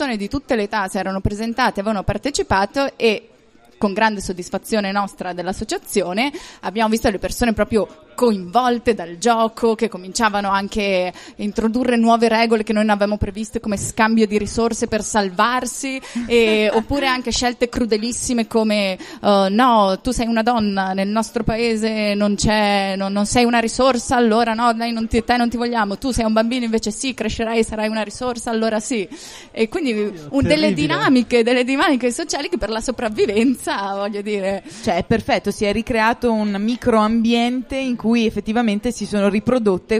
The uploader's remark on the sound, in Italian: realizzato durante il Festival dell'Economia 2019